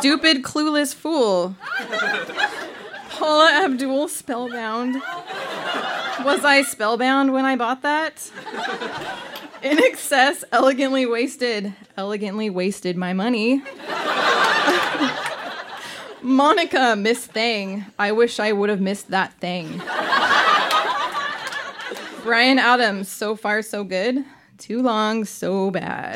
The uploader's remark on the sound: Recorded live at Yuk Yuk's in Ottawa, ON.